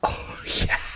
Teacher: he's doing that thing where he's laughing, but he's doing it in a very breathy way